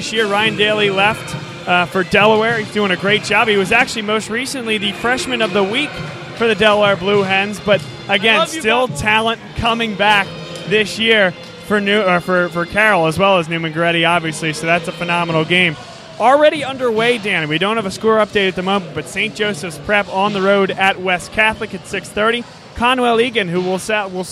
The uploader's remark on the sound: live from Lansdale Catholic